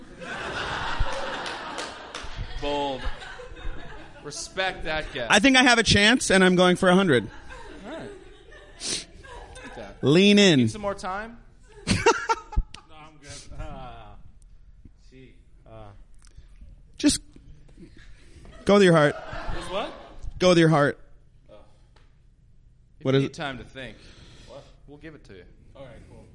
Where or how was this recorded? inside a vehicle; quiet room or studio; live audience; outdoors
live audience